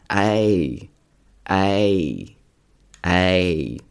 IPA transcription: ei